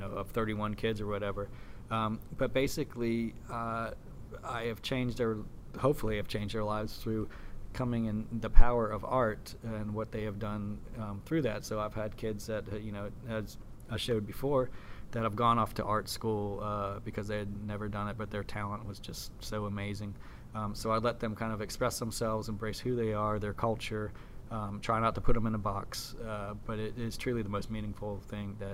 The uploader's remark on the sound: at the Sheraton in New York City during the Nation Art Education Association National Convention